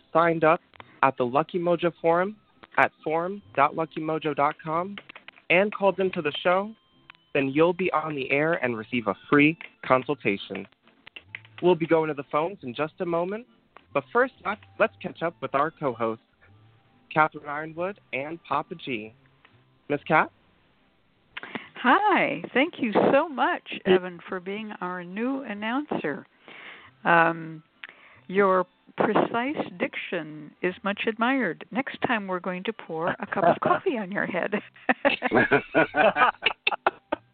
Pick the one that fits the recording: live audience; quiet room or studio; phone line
phone line